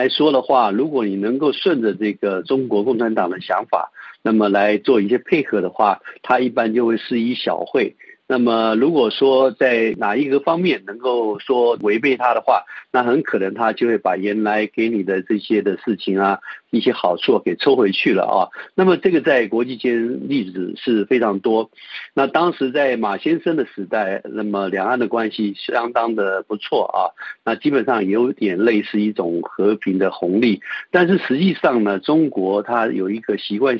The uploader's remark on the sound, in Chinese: 接受本台电话采访